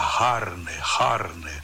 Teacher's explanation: Eles falam o C quase como um H aspirado, carne, que em italiano é carne, eles dizem la carne, carne.